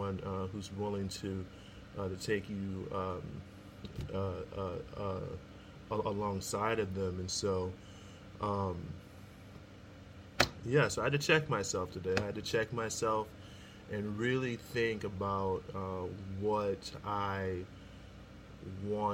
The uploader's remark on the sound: Sorry about the background noise.